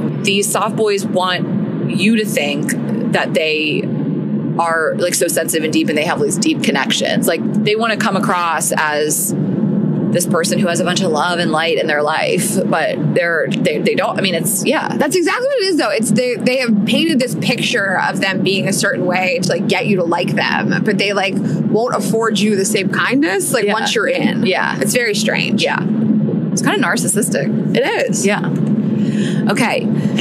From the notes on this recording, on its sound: episode recorded from the car